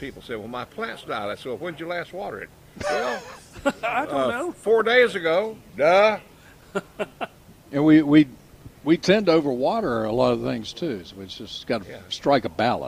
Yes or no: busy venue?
yes